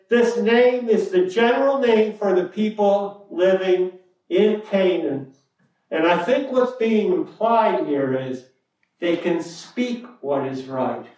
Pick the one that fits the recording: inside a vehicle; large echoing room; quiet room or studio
large echoing room